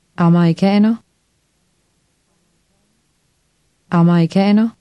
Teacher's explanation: Notice the stress on the next to last syllable.